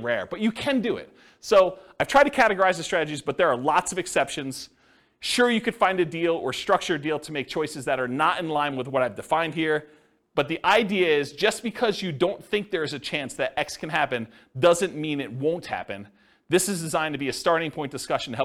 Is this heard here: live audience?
yes